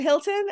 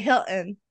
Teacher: You swallow that T, the glottal stop all the time. · Shown in: second take